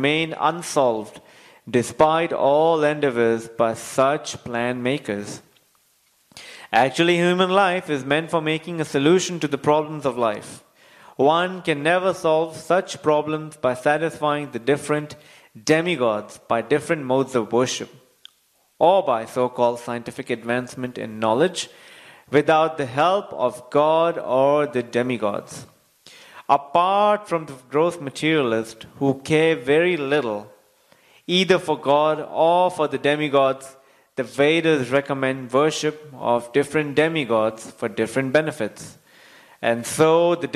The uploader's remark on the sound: Recorded on Wednesday, 15 Apr 2020 at ISKCON Sydney temple.